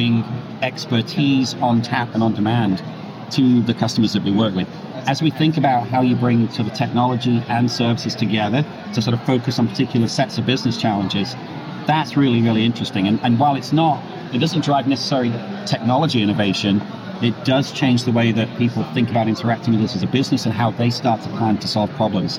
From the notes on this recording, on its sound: live from the isolved Connect Conference in Nashville, TN.